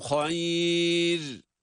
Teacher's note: Hayır kelimesinin ra'sı ince okunarak durulmalıdır. Çünkü burada ra'nın her ne kadar da ötre tenvin harekesi varsa da kural olarak, kaide olarak kendisinden önce cezimli bir ya ve ya'dan da önce üstün hareke bulunduğu için burada ra ince okunmakta.